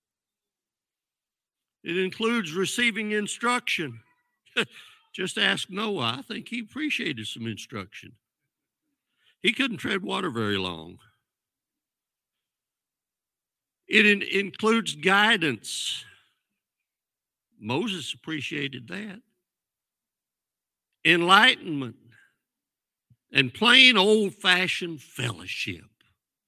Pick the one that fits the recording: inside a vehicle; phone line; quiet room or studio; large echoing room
large echoing room